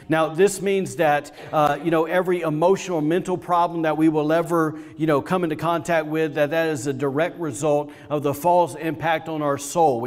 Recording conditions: large echoing room